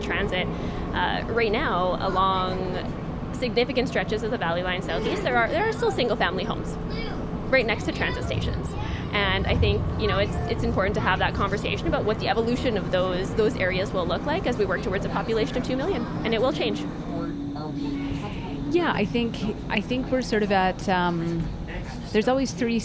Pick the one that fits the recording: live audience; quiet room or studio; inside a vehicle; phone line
inside a vehicle